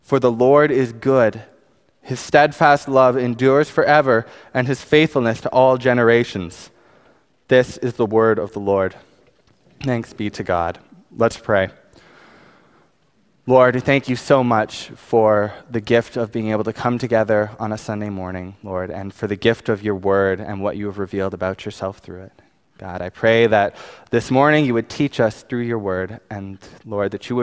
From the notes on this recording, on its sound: Preached on May 5, 2019 at West Highland Baptist Church